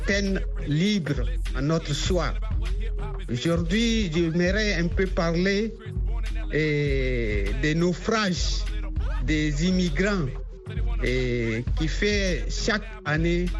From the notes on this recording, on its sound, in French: Laisse la parole aux auditeurs et auditrices pour partager et débattre des sujets socio-culturels. Cette émission est interactive par téléphone.